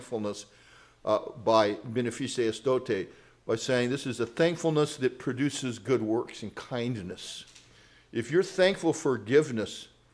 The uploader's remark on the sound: Grace Presbyterian Church Live stream in Redding California